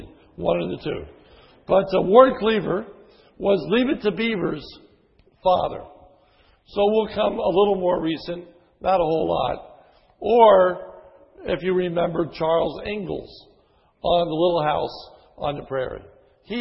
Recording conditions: large echoing room